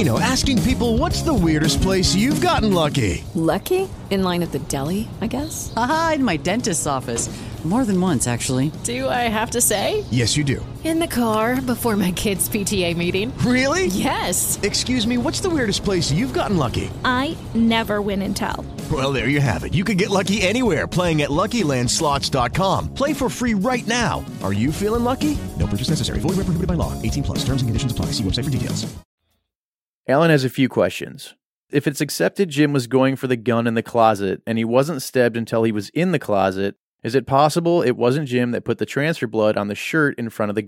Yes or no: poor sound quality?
no